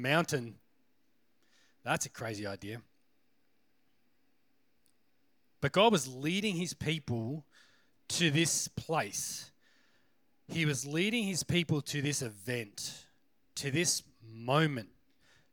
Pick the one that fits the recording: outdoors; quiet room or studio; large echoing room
large echoing room